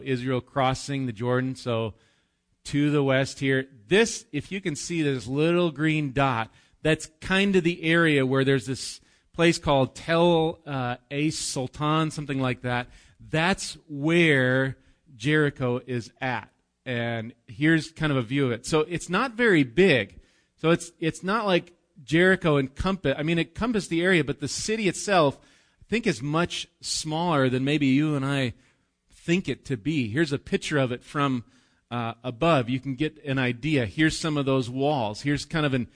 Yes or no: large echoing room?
yes